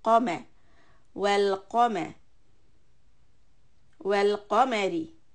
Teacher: raise the back of the tongue for qa, and for the meme, lower it because it's a soft sound, qame, well qame, well qamari.